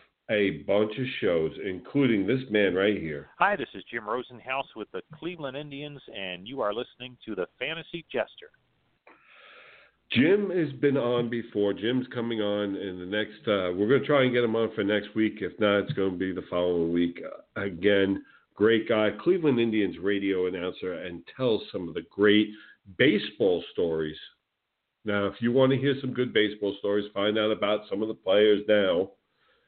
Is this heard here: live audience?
no